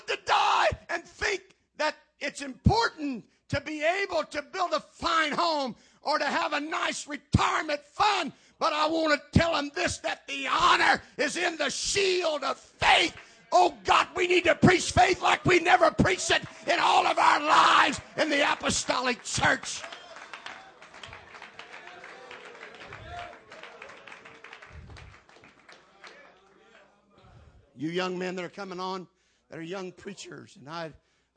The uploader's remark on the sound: Mens Conference 2012 Jennings La